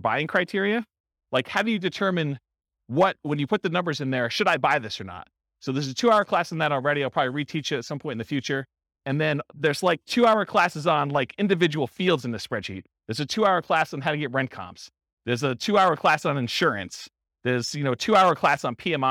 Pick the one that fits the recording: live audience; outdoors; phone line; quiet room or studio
live audience